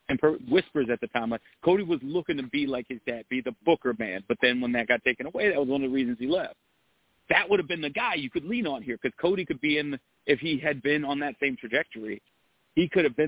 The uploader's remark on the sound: Live calls and more conversation. Weekly caller, email and tweet driven show.